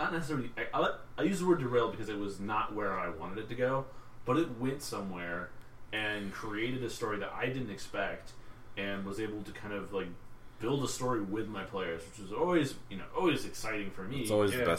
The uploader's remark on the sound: The audio is a bit quiet so for best sound, plug some headphones in.